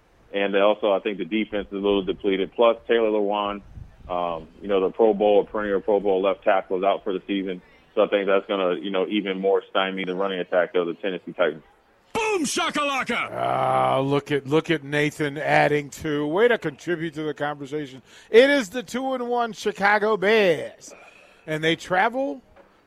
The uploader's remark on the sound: Nebraska Football Talk Live from Barry's